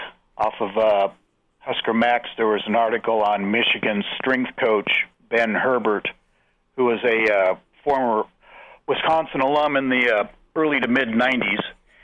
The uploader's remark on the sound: Gauging the reaction of Husker Nation by fielding phone calls from listeners who chime in to give their thoughts on the loss.